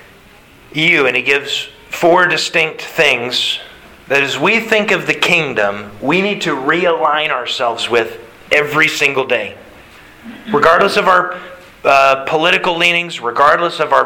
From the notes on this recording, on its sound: Sermon Delivered March 27th, 2022